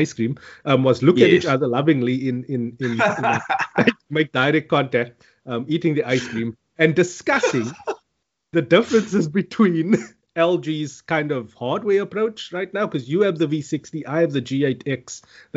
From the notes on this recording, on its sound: Recorded via Skype